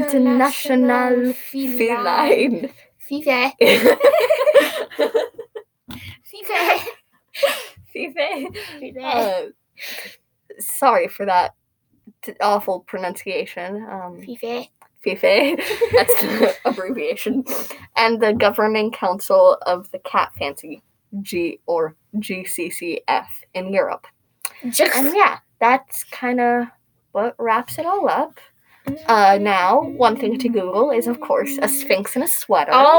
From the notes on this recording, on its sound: We apologize if the sound is a bit strange. There weren't any proper recording devices.